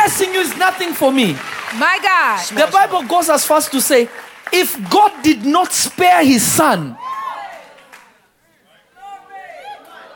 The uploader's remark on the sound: This Episode was recorded live on July 28, 2022 at Revelation Church in Simi Valley.